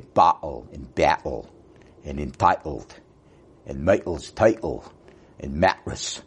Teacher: But you can hear vestigial remnants of London speech in working class New York, the way they say bottle and battle and entitled and Michael's title and mattress. You can hear an enormous number of glottal stops.